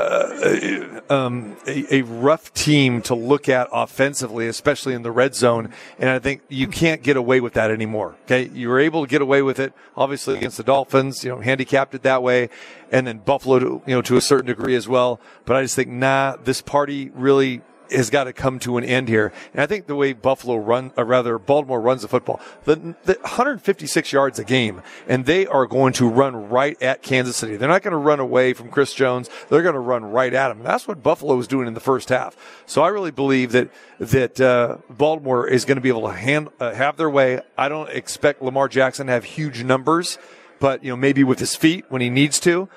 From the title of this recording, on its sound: Live from the Super Book at Westgate Las Vegas